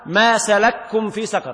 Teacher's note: ما سلككم في سقر يقرأ بإدغام الكاف في الكاف